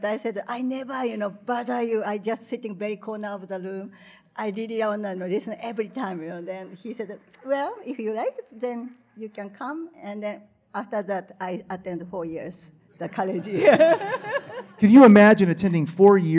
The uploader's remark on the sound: Live at G-Fest 2019